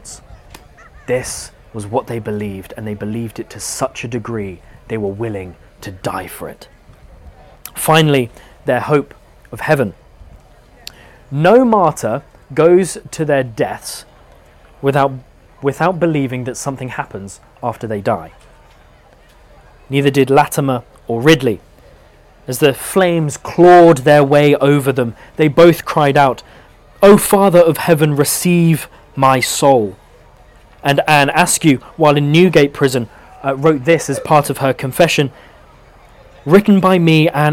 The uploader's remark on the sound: Live at Chalke Valley History Festival 2023. In this talk, recorded live.